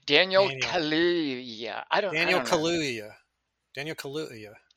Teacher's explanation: Like that sort of like glottal stop Kaluuya. Between the U's.